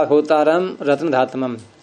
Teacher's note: हो तो है उदात्त, ता है स्वरित